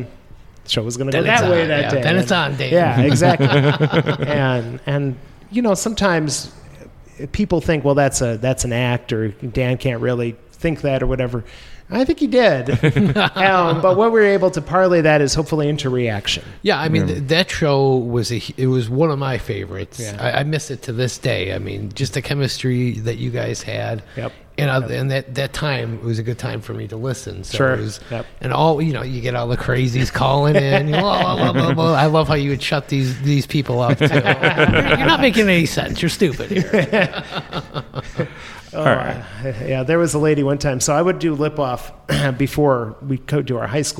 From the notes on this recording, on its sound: This episode was recorded on October 9, 2023 at Luigi’s Pizza Kitchen, 7531 39th Avenue. This episode was recorded on October 9, 2023 at Luigi’s Pizza Kitchen, 7531 39th Avenue.